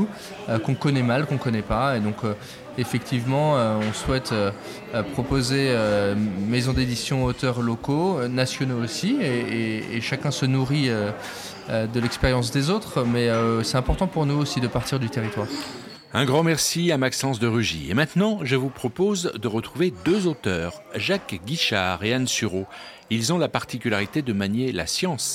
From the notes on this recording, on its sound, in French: Nous sommes le 18 septembre 2022 et assis à une table du bar le Clémenceau de Jard sur mer. Qui participent à Escale Littéraire, le festival proposé par la communauté de commune Vendée Grand littoral.